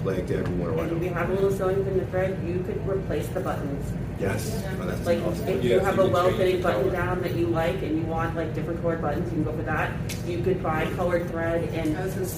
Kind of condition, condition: setting, busy venue